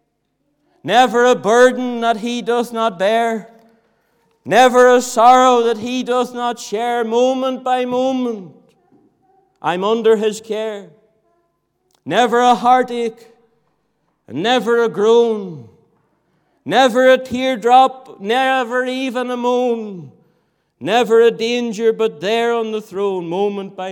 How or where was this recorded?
large echoing room